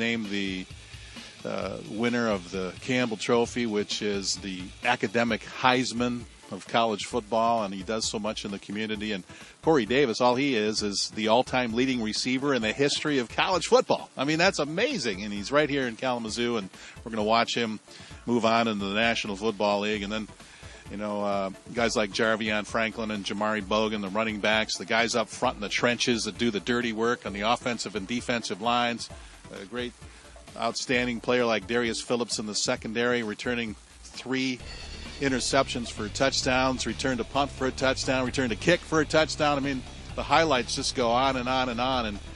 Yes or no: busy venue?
yes